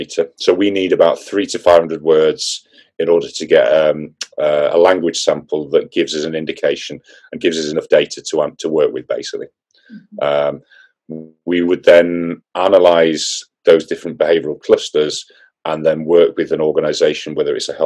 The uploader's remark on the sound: This podcast was recorded via Zoom.